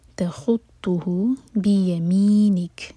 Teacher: کیف کو ساکن کر کے رکیں گے تو کیف پر ہمس ہوگی، یعنی کہ ہم سانس جاری رکھیں گے